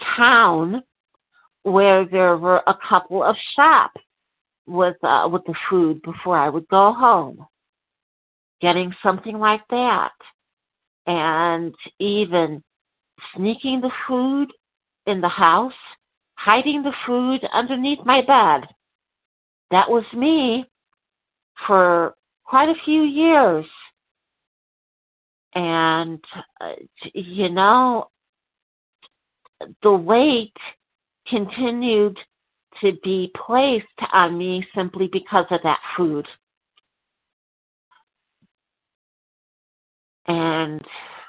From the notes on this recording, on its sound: from the 100 Pounders Phone Meeting